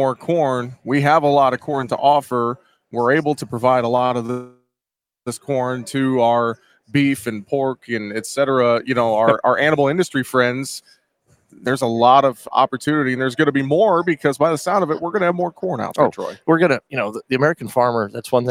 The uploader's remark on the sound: we broadcast live from the Cattle Industry Convention and NCBA Trade Show in Orlando, FL